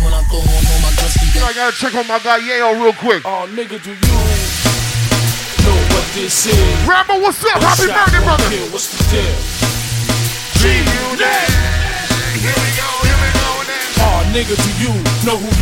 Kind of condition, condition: setting, busy venue